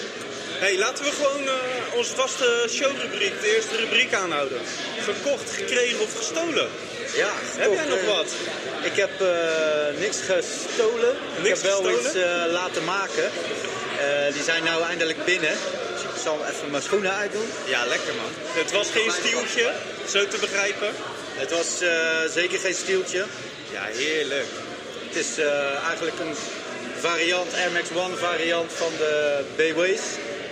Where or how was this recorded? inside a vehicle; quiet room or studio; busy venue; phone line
busy venue